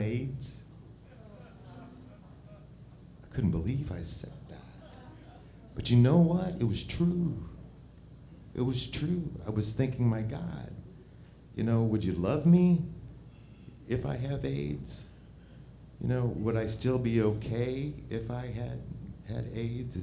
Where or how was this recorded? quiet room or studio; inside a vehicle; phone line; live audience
live audience